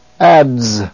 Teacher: It is the DZ sound, Z, as in the word ads.